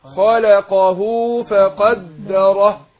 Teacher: ان اللام مرققة وقعت بين ايه مفخمين. فاقول خلقه، يعني احذر خلقه، لا خلقه فقدره.